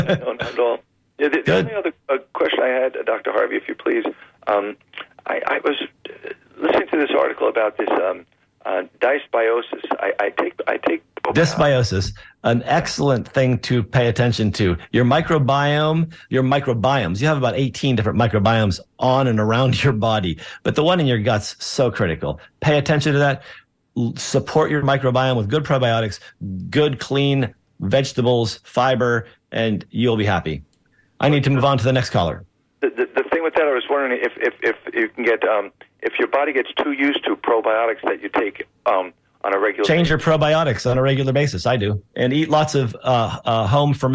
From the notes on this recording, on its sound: Listeners call in with their most pressing health questions.